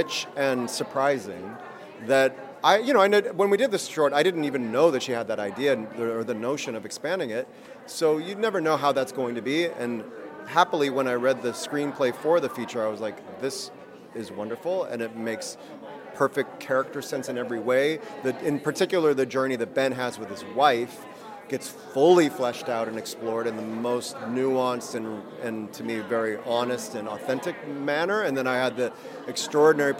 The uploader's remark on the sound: We'll take you to the red carpet of the Soho International Film Festival. Soho International Film Festival 2023. We'll take you to the red carpet of the Soho International Film Festival.